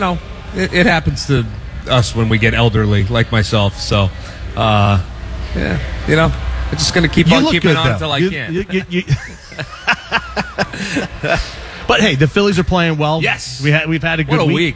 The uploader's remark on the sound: LIVE at Xfinity Live! In South Philly.